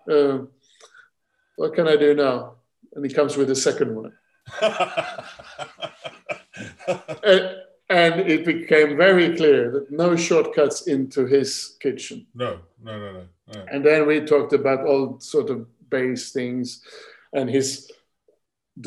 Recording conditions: video call